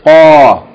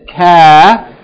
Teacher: Remember, kaf should be distinguished from qaf. Qaf is pronounced at the very end of the mouth before the throat, and kaf is just a little bit before.